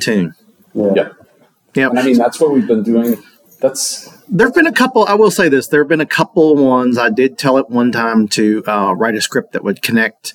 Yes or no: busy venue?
yes